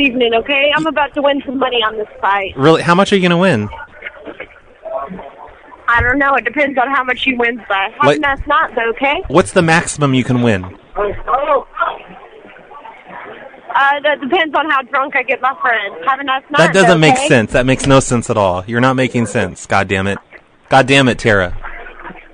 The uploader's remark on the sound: Prank Phone Calls